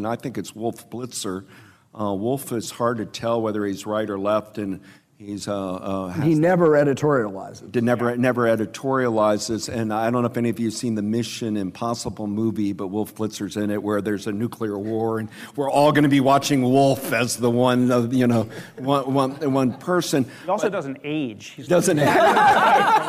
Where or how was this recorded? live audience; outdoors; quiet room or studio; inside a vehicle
live audience